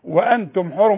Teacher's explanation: الميم بتاعت وأنتم حرم، أنا بقفل فيها شفايفي